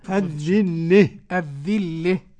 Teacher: الذلة إذا وقف الكسائي يميل اللام المشددة مع الهاء · Term: الإمالة